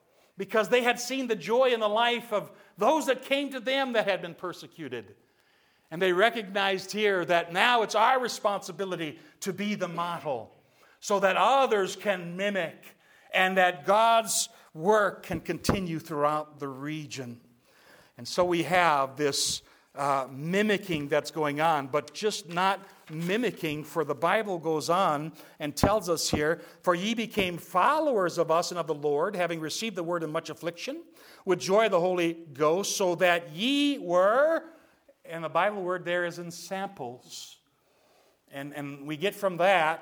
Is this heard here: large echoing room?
yes